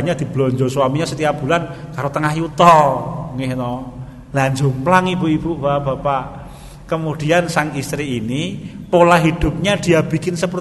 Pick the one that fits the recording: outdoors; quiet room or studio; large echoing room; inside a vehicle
large echoing room